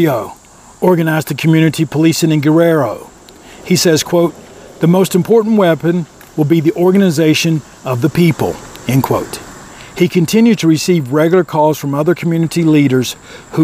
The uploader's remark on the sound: This Episode Recorded outside before practice.